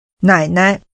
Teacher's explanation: Using falling, rising, and neutral tones, say paternal grandmother.